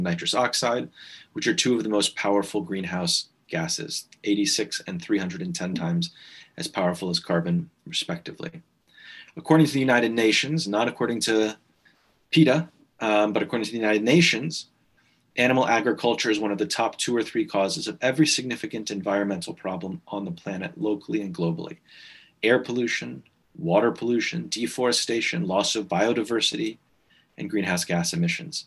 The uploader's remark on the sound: This talk was recorded at the online 5x15 event on 5th Nov 2020.